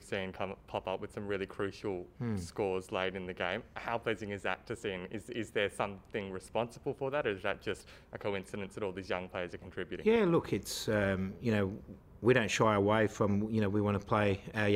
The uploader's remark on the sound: Post-Match Press Conference. At AAMI Park on Tuesday night.